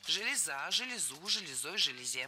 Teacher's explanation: Ударение на окончание. И оно сохраняется во всех формах единственного числа.